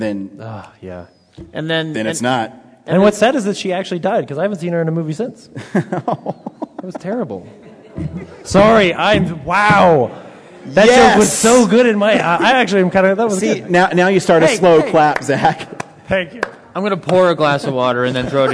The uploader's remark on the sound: In front of an audience at Denver Comic Con.